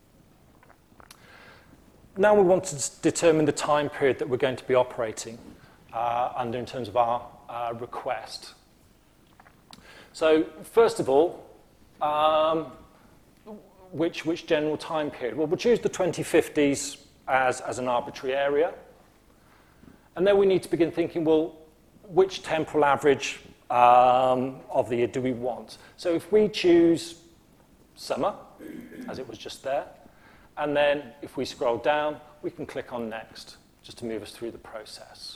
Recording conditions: live audience